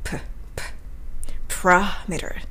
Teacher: アクセントはラのところなので、メーターの目に置かないように気をつけましょう